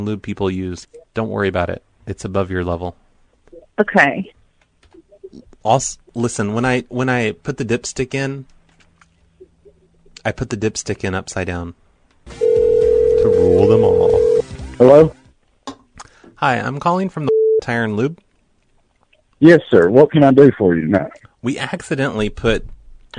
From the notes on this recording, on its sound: Prank Phone Calls